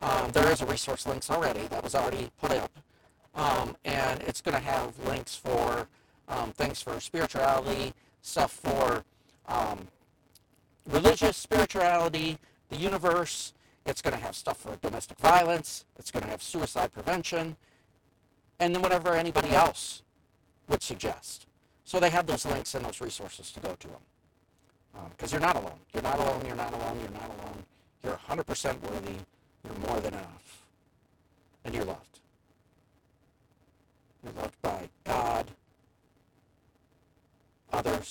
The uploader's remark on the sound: We truly apologize for the quality of the recording of Part.